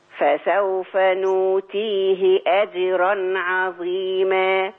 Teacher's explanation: أجرا بيني تفخيم الراء.